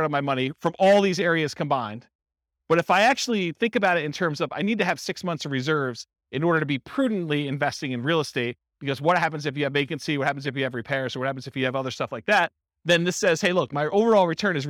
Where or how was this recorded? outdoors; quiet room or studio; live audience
live audience